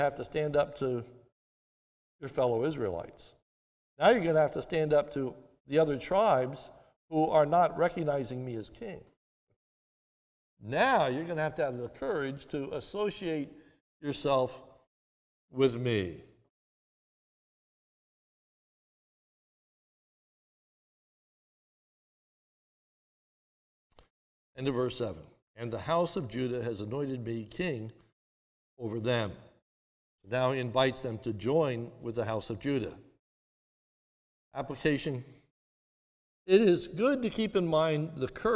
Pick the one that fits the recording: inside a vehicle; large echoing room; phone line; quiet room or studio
large echoing room